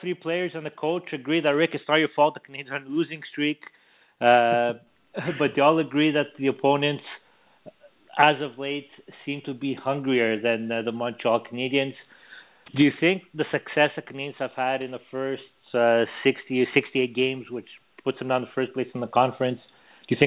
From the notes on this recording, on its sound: we take your phone calls